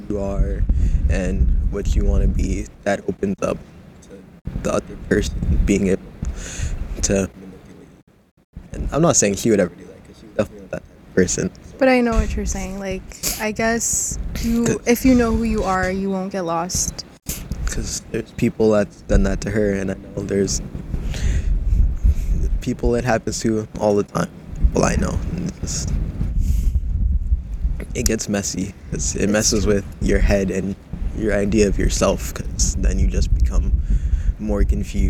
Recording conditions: wind noise